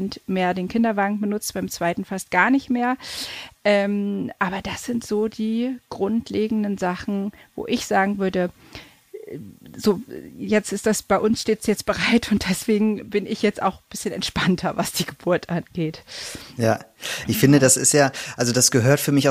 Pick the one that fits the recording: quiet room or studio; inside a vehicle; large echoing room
quiet room or studio